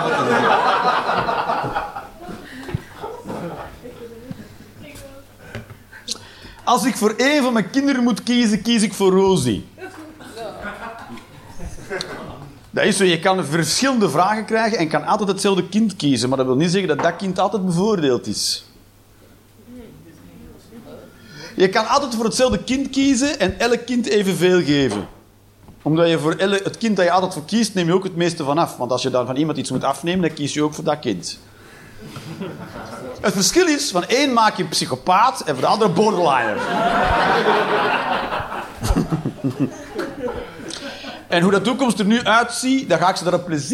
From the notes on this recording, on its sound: Live 11 Juni 2023, Toomler, Amsterdam